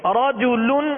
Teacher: را پر زبر ہے را کو کیا کریں گے پر پڑھیں گے